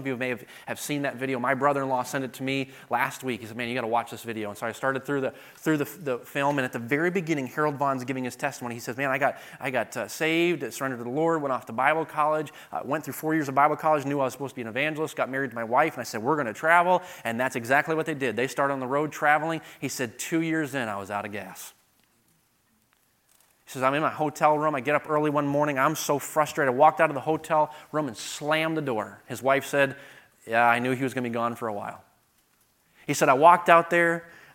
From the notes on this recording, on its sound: delivered at the 2023 Thee Generation Youth Summit at Falls Baptist Church in Menomonee Falls, WI this past October 11-13, 2023